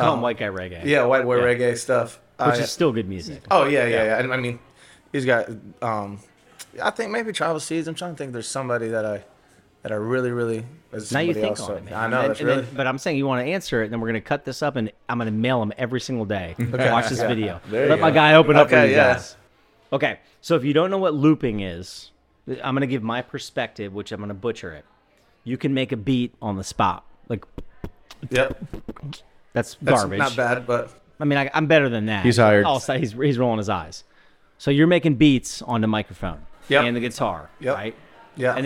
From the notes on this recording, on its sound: Join us for a very merry episode live from Lynch's Irish Pub in Jacksonville, Florida.